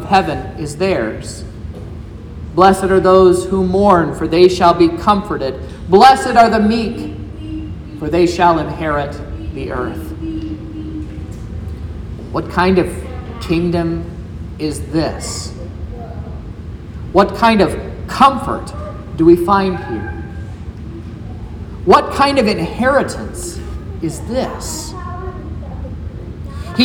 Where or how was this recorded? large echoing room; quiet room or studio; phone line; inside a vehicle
large echoing room